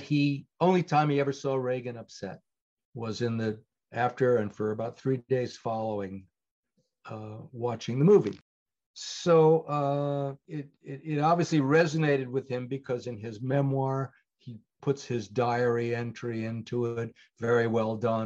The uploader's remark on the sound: Speaking to me via Zoom.